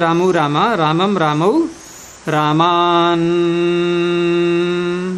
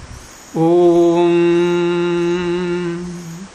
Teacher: यहाँ पर मुख के साथ में नासिका भी विद्यमान है, अन्यों के साथ में नासिका नहीं थी। · Term: अनुनासिक